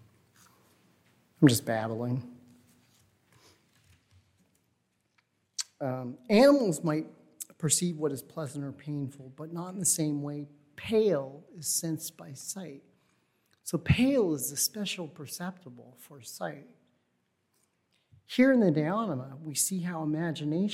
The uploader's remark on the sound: Recording of the National Endowment for the Humanities lecture delivered on April 22, 2022. As part of the Formal Lecture Series.